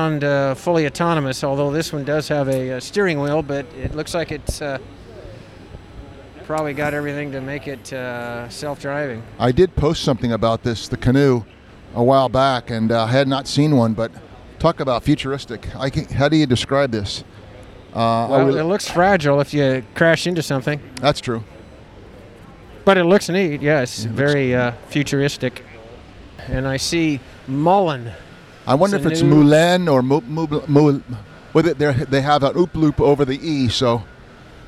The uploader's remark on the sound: Live from the LA Auto Show